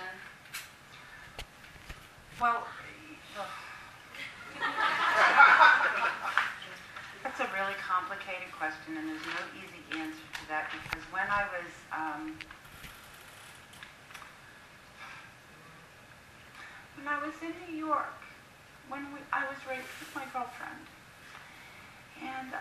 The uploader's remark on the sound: Recorded during Philadelphia’s QFest (Queerfest).